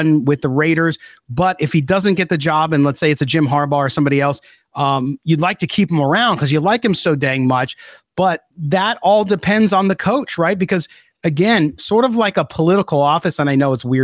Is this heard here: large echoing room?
no